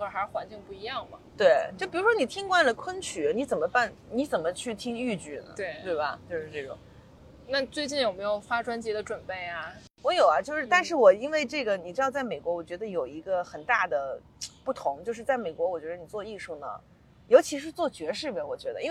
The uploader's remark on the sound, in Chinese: 此刻我坐在纽约的中央公园